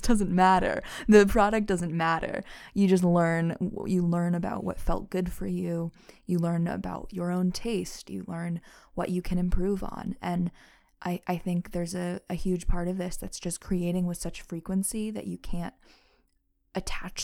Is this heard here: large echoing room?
no